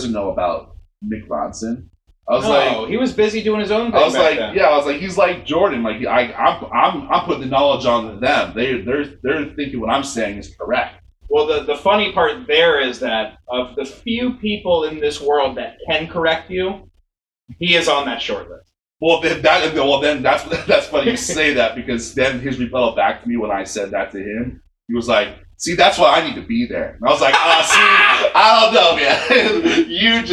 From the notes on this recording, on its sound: serious sound issues on this episode